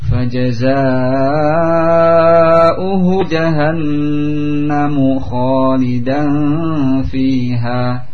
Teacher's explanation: jahannamu dimancongkan biar tidak jahannam seperti di sukun, ya, agar agak sulit membaca mu ini kalau tidak dimancongkan.